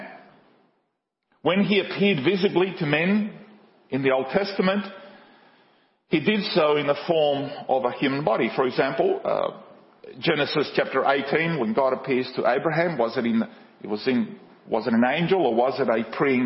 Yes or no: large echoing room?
yes